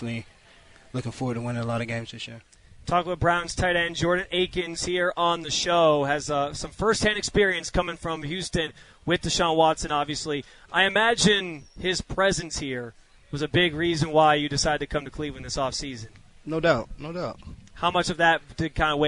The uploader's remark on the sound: live from Browns training camp in Berea